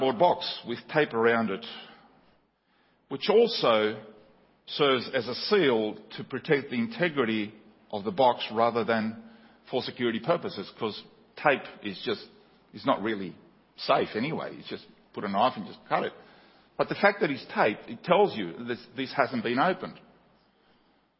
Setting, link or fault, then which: setting, large echoing room